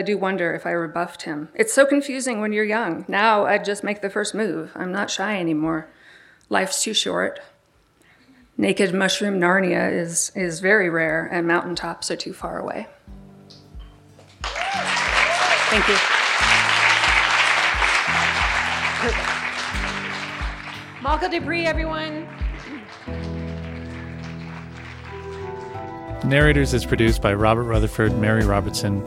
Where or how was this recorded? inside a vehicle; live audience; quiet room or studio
live audience